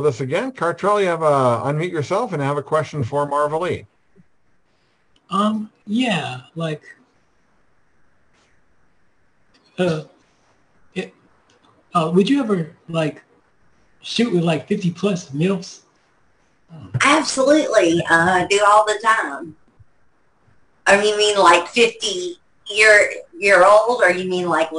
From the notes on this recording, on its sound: our 4/2/2023 Zoom Show